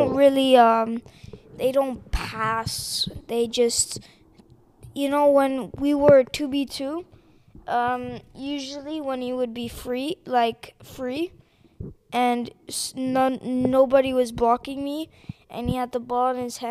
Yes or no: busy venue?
no